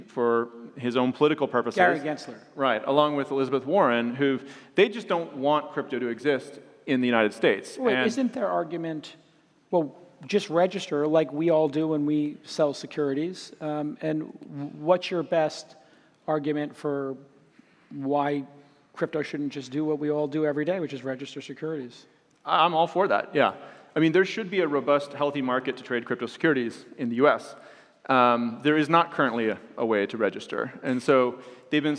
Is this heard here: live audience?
yes